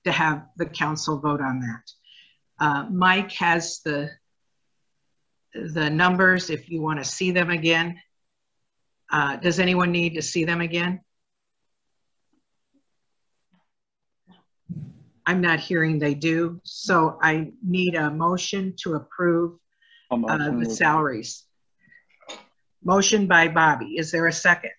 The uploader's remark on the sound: Was held on Zoom due to the pandemic.